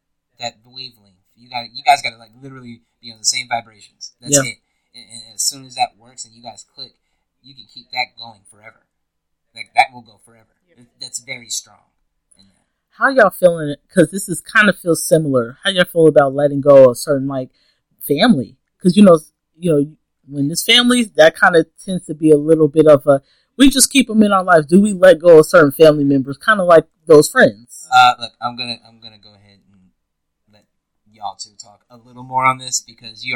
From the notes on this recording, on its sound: Apologies for the small audio issues, only can do so much with the two mics we had, but we're workin!